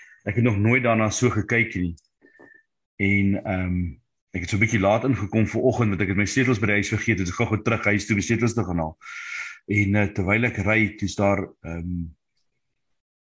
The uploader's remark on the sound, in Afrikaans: Manne van die Woord Zoom Byeenkoms 15 Maart 2022